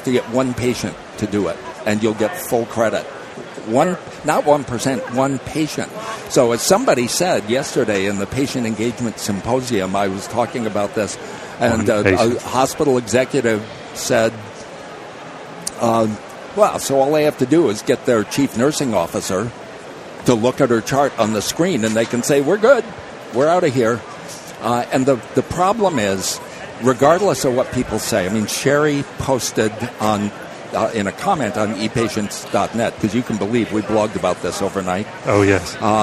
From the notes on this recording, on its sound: The episodes were broadcast live in CTGHS’s booth at the The HIMSS15 Annual Conference and Exhibition. Live from the HIMSS 15 Exhibition floor in Chicago.